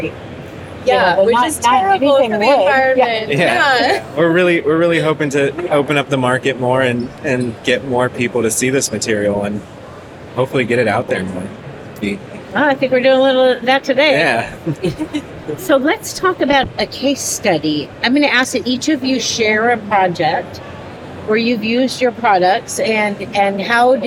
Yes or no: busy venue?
yes